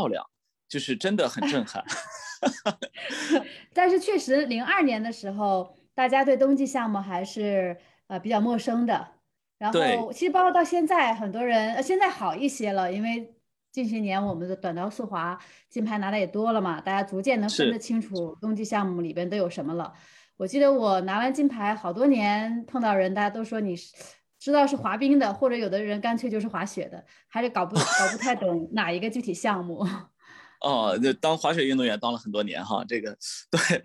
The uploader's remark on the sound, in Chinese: 本期节目的录制是用某会议软件录制的，音质不会像使用专业的设备那样清晰。